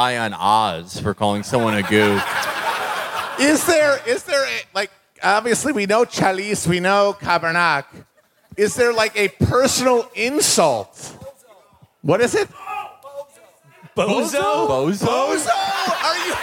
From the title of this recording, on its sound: Live from Montreal